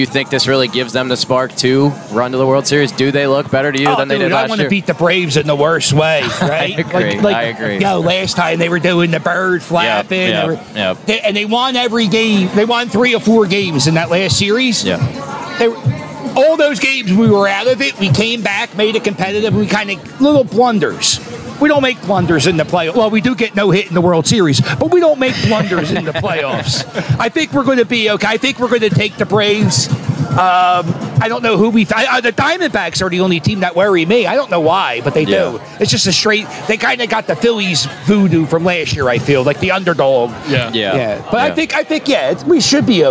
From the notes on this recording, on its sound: broadcast LIVE from Citizens Bank Park from the Phillies Block Party